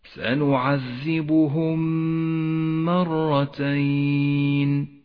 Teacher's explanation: والآن حكم الإدغام الشفوي، لاحظه في قوله تعالى سنعذبهم مرتين، الميم الأولى ساكنة والثانية متحركة، تدغم الميمان مع بعضهما فتصيران ميما واحدة مشددة لونت بالأخضر لأنها تحتاج إلى غنة زمنها حركتان.